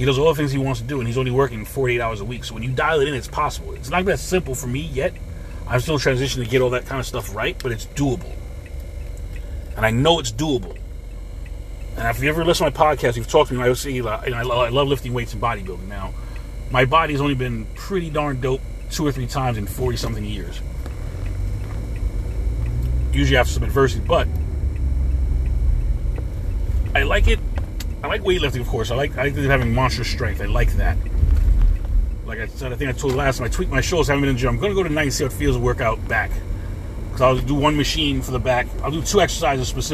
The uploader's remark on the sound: In this CarCast